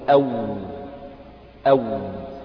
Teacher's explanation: فالواو غير المادية تخرج من الشفتين حال انفتاحهما